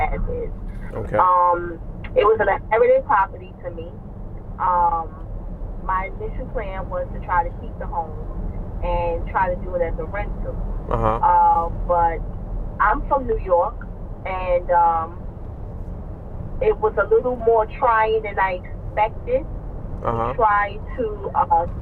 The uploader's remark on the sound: This is three separate phone calls with the same seller.